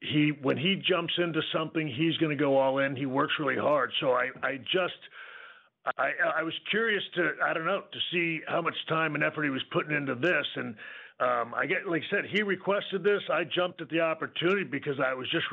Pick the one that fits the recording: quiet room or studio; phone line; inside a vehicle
phone line